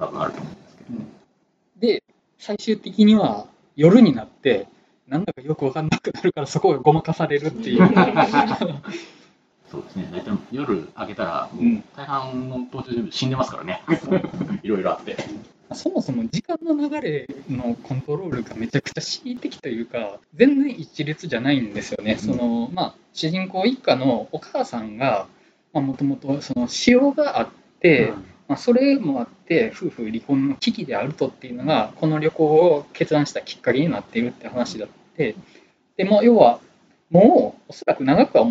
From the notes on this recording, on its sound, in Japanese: 録音環境の問題で低音質です。